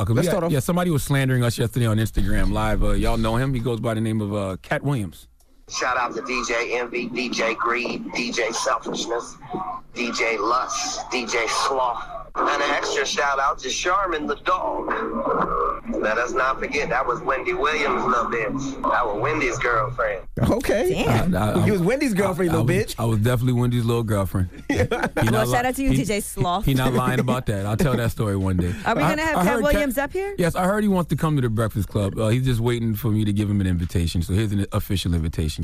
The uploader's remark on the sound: we opened the phone lines